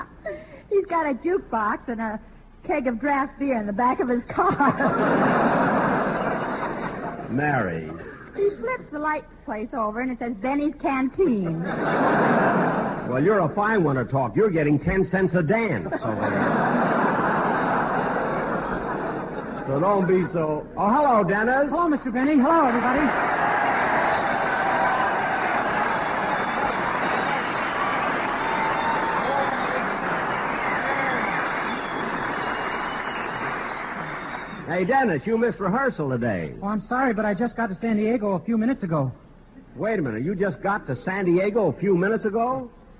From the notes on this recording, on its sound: Broadcast to America. Presented live from the San Diego Naval Training Center.